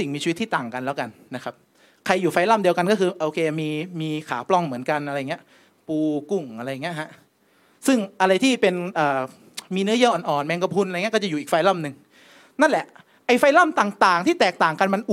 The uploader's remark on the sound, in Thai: เทปบันทึกงาน Assabiqoon Islamic Forum ครั้งที่ 1